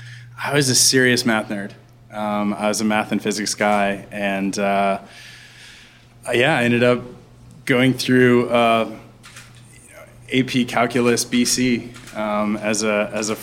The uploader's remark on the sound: The series is recorded in front of a live audience at Powerhouse headquarters in Oakland, California.